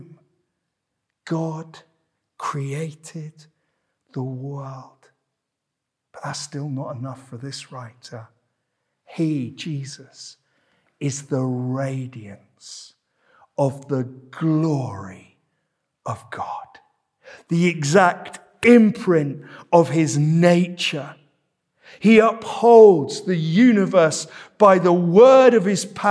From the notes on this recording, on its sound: This sermon was preached at Welcome Baptist Church